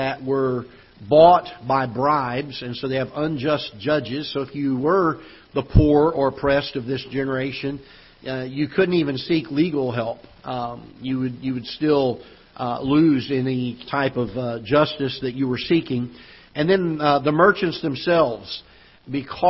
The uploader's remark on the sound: Ketha Heights Baptist Church ~ Live Broadcast